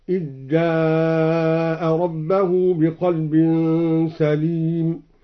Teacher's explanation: أدغم الدوري الذال في الجيم